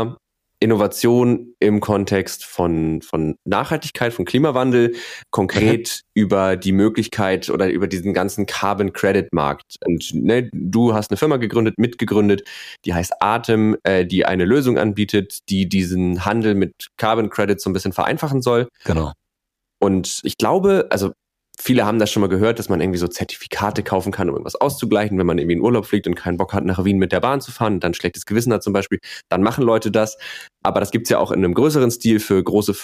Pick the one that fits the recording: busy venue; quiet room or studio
quiet room or studio